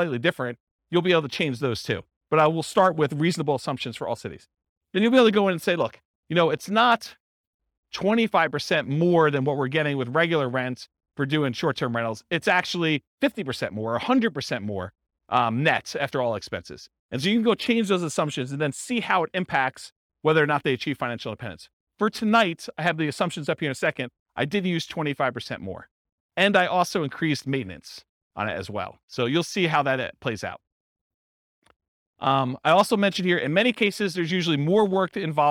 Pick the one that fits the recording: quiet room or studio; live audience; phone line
live audience